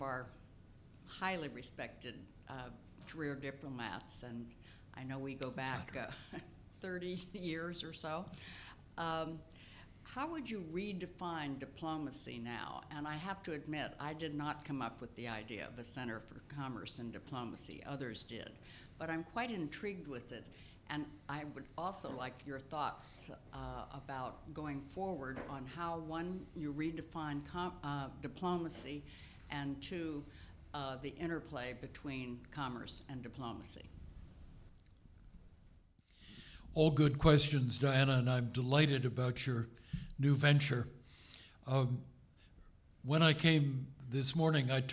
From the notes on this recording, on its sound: At the Council of American Ambassadors' Fall Conference